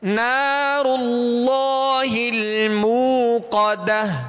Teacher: لہذا اس میں جلالت اللہ عز و جل کے لام کو پر کریں گے، اس میں تفخیم ہوگی یعنی موٹا پڑھیں گے